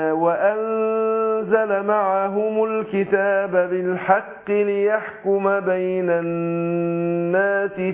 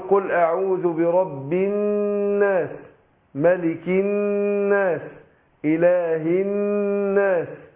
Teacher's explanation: النون والميم المشددتين كل واحدة منهم بتاخد غنة حركتين، لان احنا قلنا قبل كده ان الغنة مركبة في جسم الميم والنون.